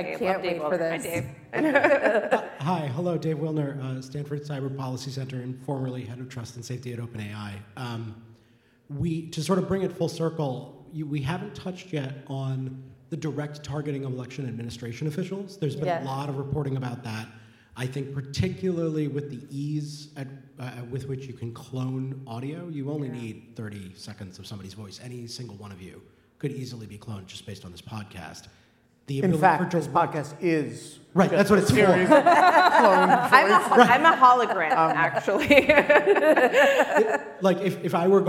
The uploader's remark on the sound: At the Knight Foundation's INFORMED conference in Miami, Florida, In Lieu of Fun made a brief comeback for a live event. The audience participated. Scotch was consumed.